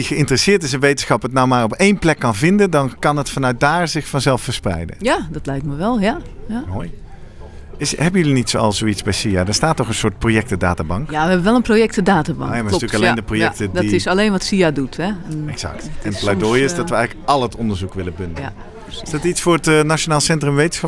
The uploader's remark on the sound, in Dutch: We waren live vanuit Leiden vanaf het moment dat deelnemers de deur uitgingen om 07:00 tot het einde van de congresborrel rond 17:30. Live updates vanuit het SIA-congres.